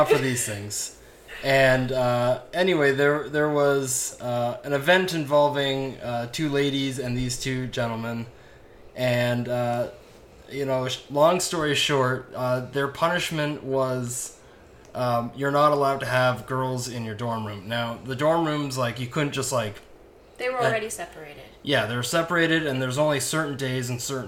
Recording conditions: sounds in the background